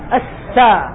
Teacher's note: وتسمع أيضا ترقيقا في الحرف وعدم تفخيم هذا، وتسمع صوت الصفير الذي هو الصفير